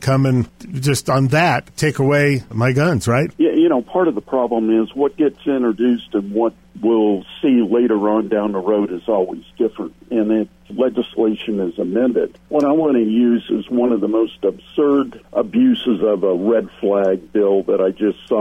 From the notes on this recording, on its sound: calls in from the field